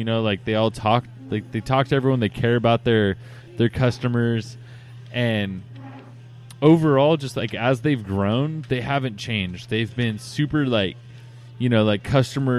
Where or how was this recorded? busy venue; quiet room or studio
busy venue